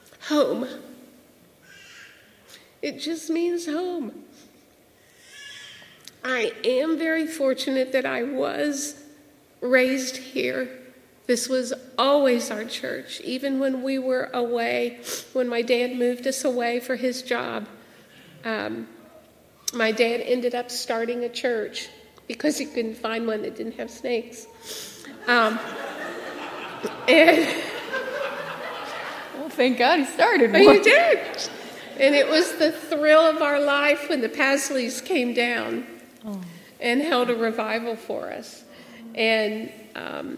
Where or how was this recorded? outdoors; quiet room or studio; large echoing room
large echoing room